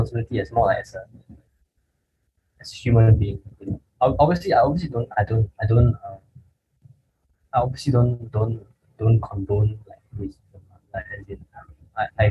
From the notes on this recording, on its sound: Sincere apologies for the poorer audio quality for this episode, we are still troubleshooting the issue!